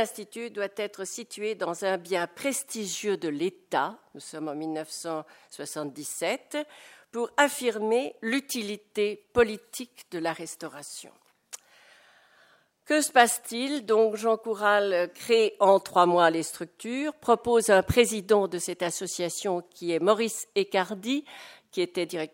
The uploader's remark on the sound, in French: Intervention enregistrée le 24 novembre 2010 dans le cadre du colloque